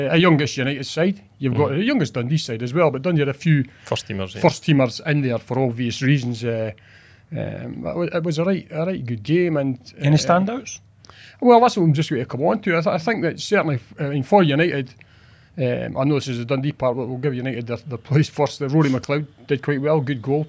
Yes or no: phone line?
no